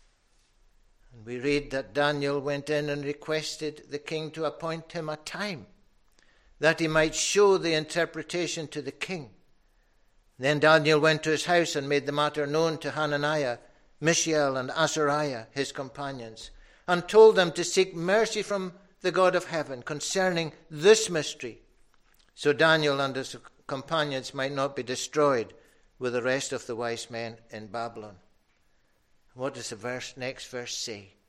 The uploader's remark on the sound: recorded at North Harris Free Church on Sunday morning 30th January 2022